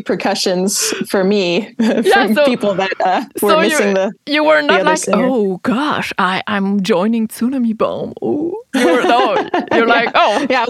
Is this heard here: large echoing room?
no